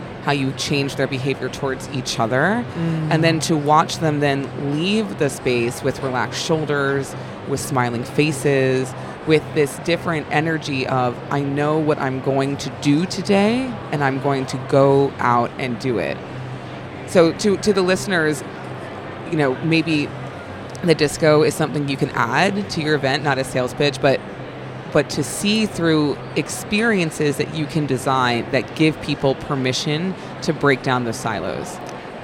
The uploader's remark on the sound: Onsite at #IMEX23. Live from buzzing and immersive IMEX 2023 in Las Vegas, USA.